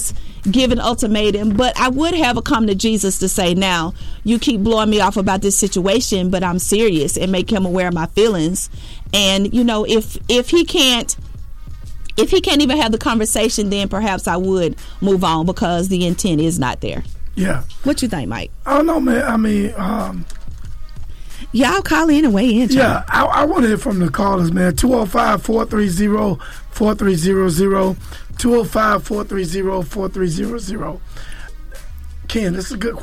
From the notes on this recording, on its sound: Allowed our loyal listeners to call into the show. Boy we had an awesome radio show.